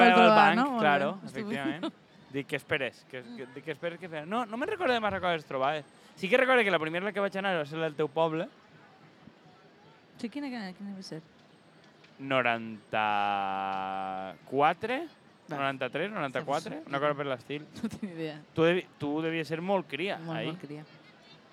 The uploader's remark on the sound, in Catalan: Directe a la Vall d’Uixó